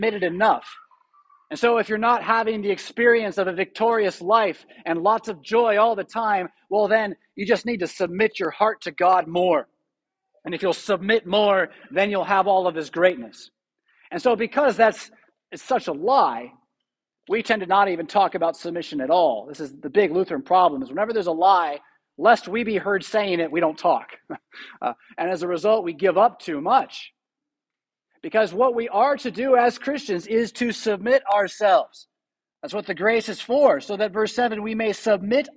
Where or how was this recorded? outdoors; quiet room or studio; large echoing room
large echoing room